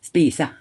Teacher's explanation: en sånn slapp slappe e f.eks. på slutten av et ord, eller en slapp vokal. · Term: schwa